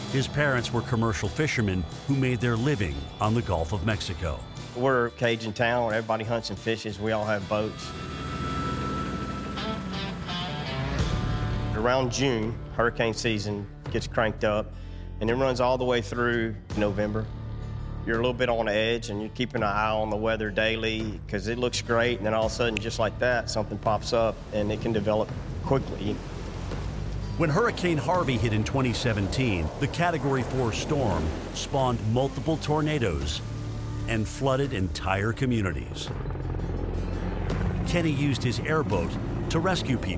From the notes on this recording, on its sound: use Facebook Live to broadcast their harrowing experience aboard their boat during Hurricane Irma